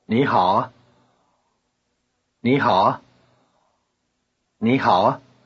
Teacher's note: Notice that the neutral tone of ah is high-pitched.